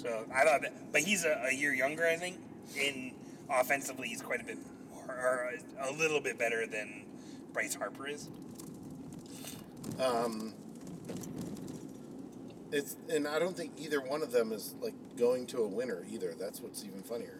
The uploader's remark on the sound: Record again in the car on the way to the Atlanta United Champions League game out in Kennesaw.